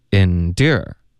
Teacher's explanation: 它的明显的重音是第二个 OK，第一个音节呢就没有那么没有任何重音，不明显 okay,所以重音上有区别，一个是哒哒，一个是哒哒 OK，第二呢发音上区别还是挺大的，door 的这个发音呢是一个倒 C 的这个元音后面带一个 R，OK，然后它的发音就是 door，开头呢其实我们的嘴唇是撅起来的，是嘟起来的，有一点嘟的这个感觉，嘟，然后嘴唇要分开，有一个窝的音 door，door，后面呢再加一个二 door。OK，所以这是要求很多的滑动，嘴唇上的动